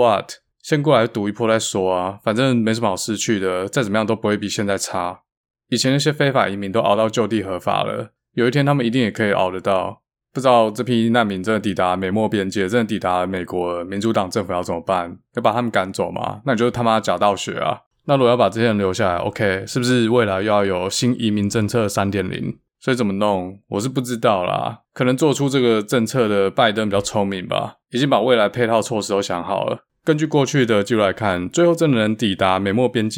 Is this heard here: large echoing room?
no